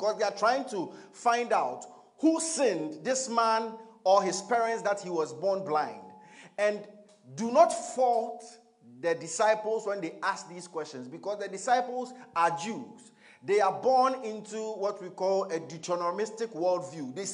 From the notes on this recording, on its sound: Message preached at ICGC Rehoboth Temple - Toronto